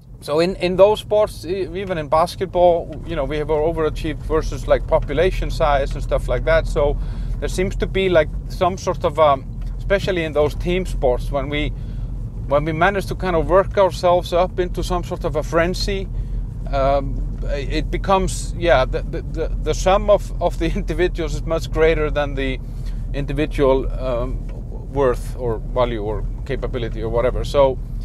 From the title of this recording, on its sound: Ranting in the Car